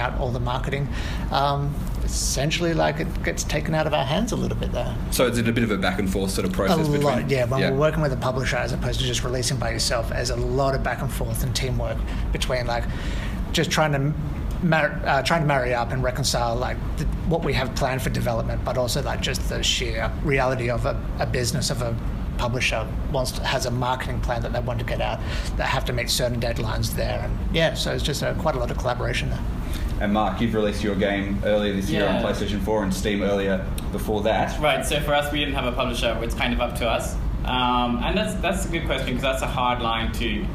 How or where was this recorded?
busy venue